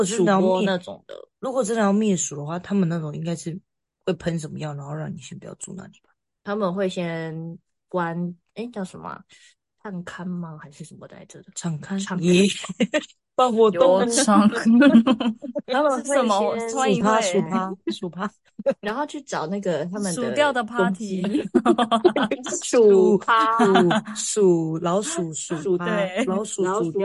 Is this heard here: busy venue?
no